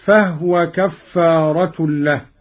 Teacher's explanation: قرأ قالون بإسكان الهاء هكذا: فهو كفارة له.